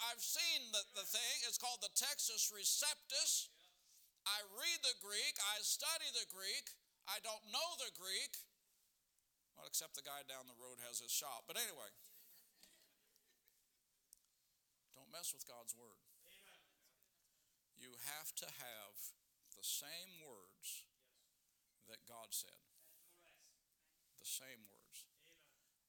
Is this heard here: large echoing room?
yes